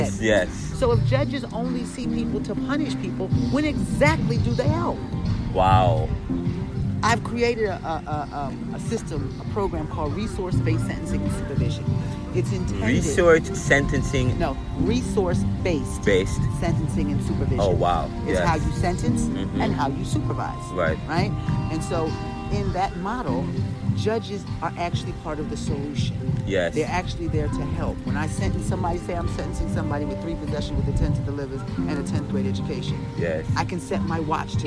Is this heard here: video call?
no